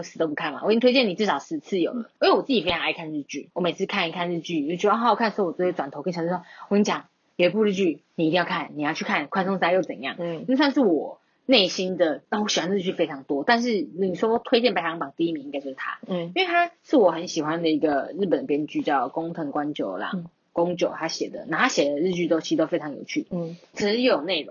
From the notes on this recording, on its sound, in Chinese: 等麥克風到貨中。試播集音質不好。